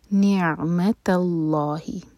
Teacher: یہاں پر اللہ تعالیٰ کے نام میں جو لام ہے یہ ہیوی پڑھا جائے گا، منہ بھر کر پڑھیں گے